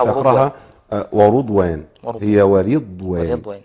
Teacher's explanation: عشان بسبب الضاد اللي موجودة فيفخم الراء معها فيبان ريحة الضم